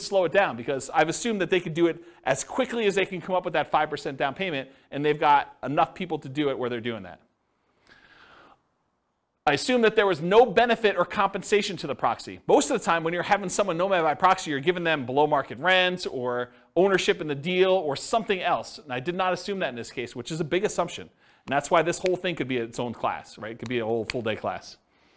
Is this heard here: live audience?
yes